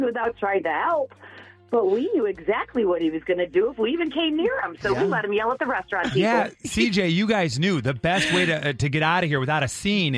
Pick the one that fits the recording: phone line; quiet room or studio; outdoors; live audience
phone line